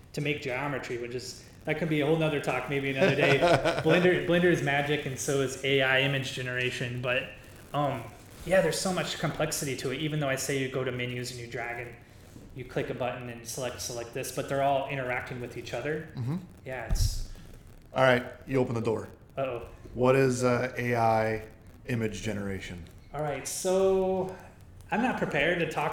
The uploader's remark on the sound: Caution this episode does have some echo, but it's too good not to release.